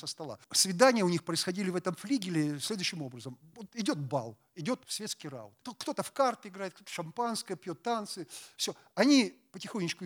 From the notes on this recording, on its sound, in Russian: Лекция в рамках XXVI Международных писательских встреч. Дом культуры «Ясная Поляна».